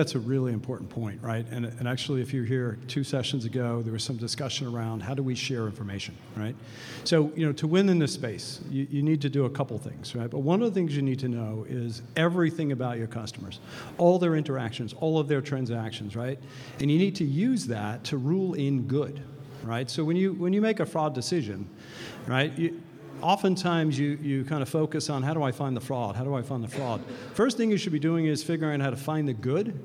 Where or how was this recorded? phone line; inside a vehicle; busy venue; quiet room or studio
busy venue